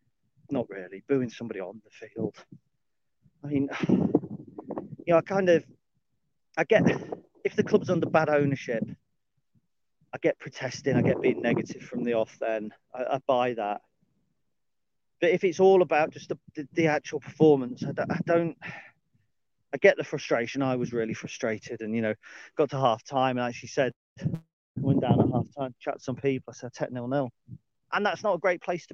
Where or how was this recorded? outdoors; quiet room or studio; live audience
outdoors